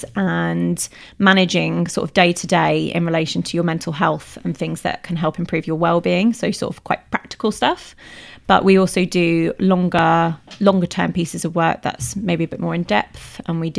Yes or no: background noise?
no